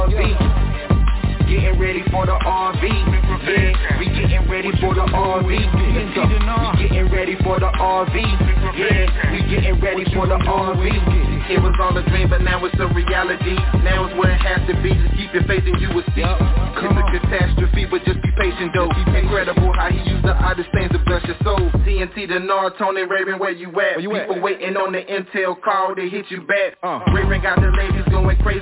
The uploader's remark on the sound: TNTSuperfantastic Conference Call